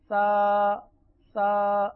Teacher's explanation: یہ زبان کا سرہ اوپر کے دانتوں اندرونی کنارے پر لگے سانس نکلتا ہے، سیٹی کی آواز کے ساتھ نہیں، بغیر سیٹی کے. جیسے سا سا، اب یہاں سیٹی بالکل بھی ہے ہی نہیں.